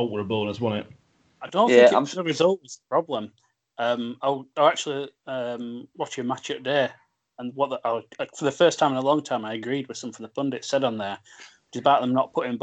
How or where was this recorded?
video call